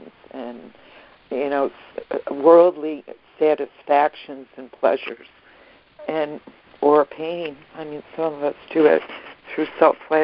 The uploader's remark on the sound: ACIM Daily Conference Call.